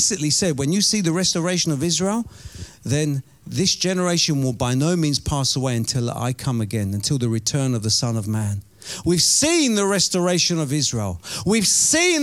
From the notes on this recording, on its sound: Preaching at Oasis Church, Watford, England